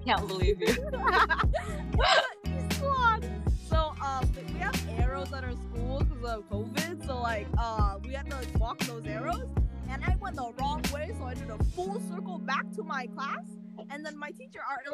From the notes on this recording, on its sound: If you notice the audio is a bit wonky, it's because there are a lot more cuts in the audio than we usually have (from connection problems, random silence, and just us saying a bit too much on accident 0-0).